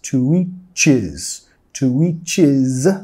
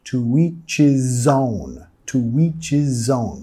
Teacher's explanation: Muchas veces vamos a comer la H de his, to each his, to each his, sin la Z, to each his zone, to each his zone.